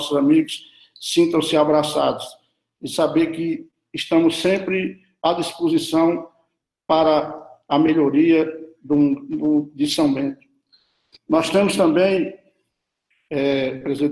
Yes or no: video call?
yes